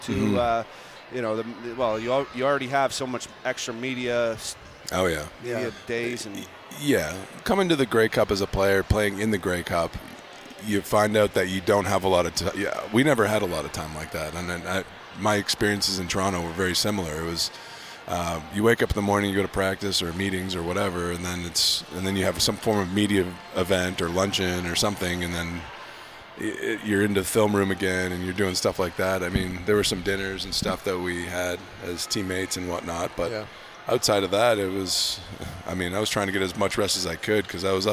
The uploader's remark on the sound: at the Grey Cup Festival in Hamilton